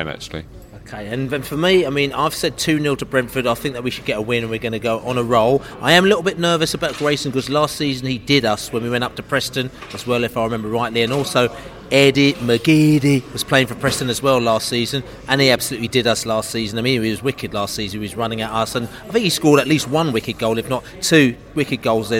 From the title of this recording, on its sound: Sunderland Pre-Match Podcast from the Pub